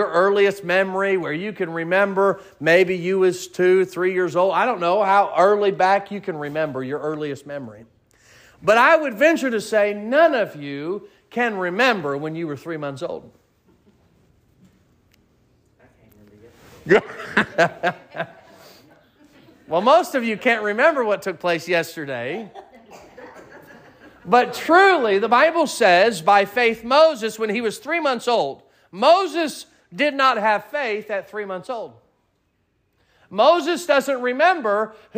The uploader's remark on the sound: Sermon preached at Mid County Baptist Church